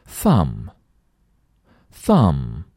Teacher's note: 注意最后的 b 不发音